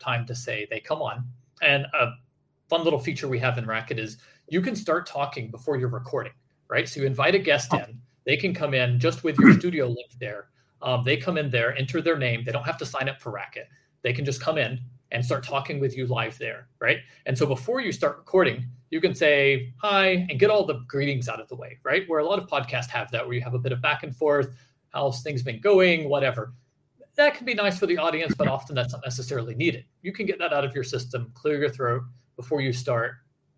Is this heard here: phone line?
no